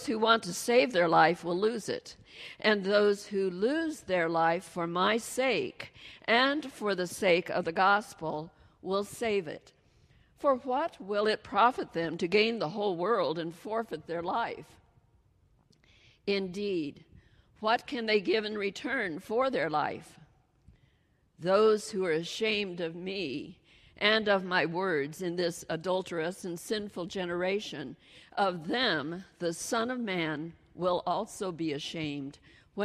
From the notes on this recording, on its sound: She delivered her message during the Traditional Worship service.